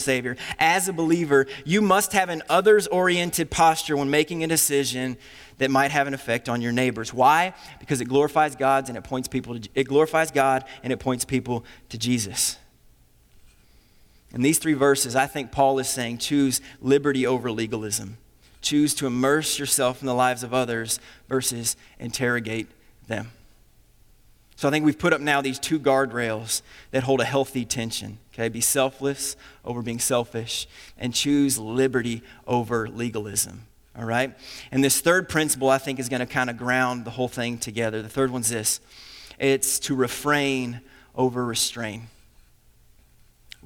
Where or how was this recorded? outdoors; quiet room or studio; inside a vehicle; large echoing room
large echoing room